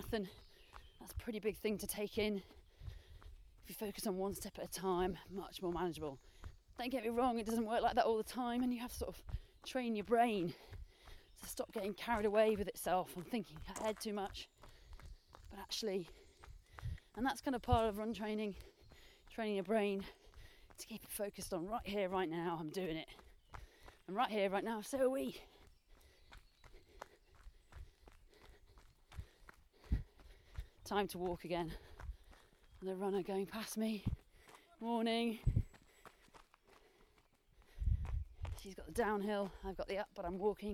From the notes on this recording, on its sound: Recorded in the woods around where she lives, not only will you get to hear the birds chirruping in the background.